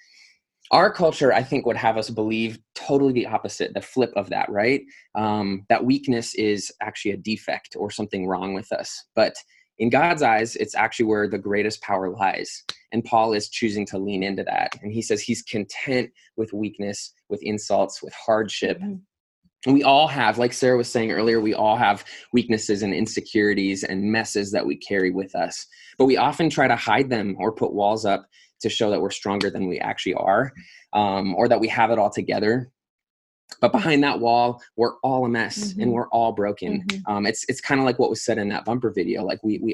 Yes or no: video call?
yes